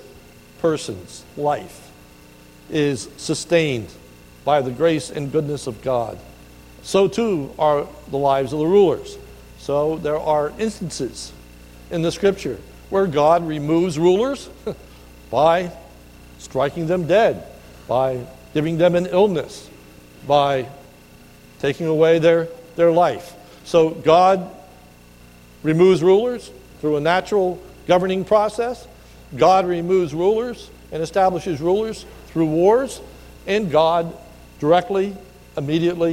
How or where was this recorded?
large echoing room